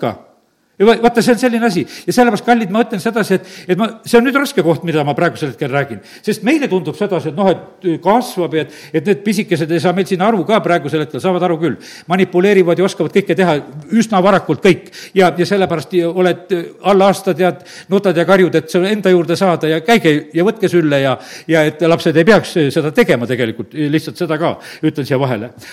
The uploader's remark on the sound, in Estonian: Audio salvestus koosolekult